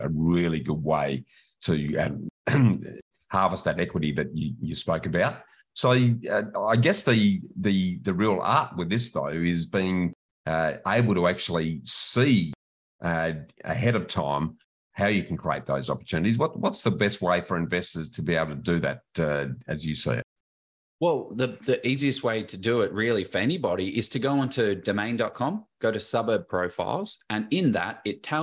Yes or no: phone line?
no